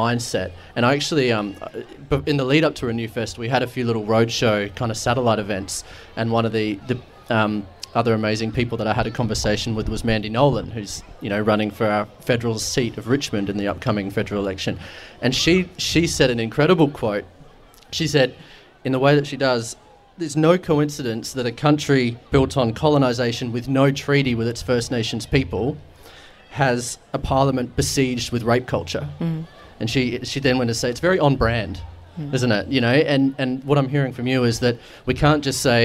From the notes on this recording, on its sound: Hosted live at Renew Fest in May, and it's incredible to have such an energetic and progressive crowd in the background of the conversation. The energy from the live crowd at Renew Fest.